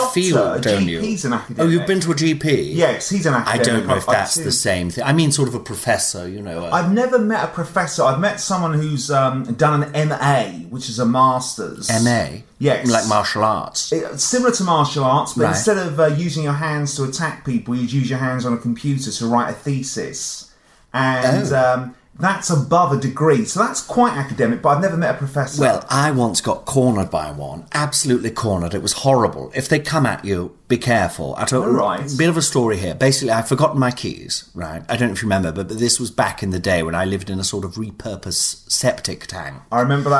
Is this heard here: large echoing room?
no